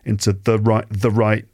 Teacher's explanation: the becomes small because it's not one of the stressed words or one of the stressed syllables · Term: weak forms